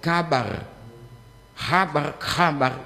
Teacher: Juga tidak mengenal kata huruf KH. Di Indonesia jadi H.